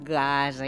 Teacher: la primera consonant de la paraula gasa és velar